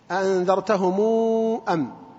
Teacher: ورش يصلها إذا أتى بعدها همز · Term: صلة ميم الجمع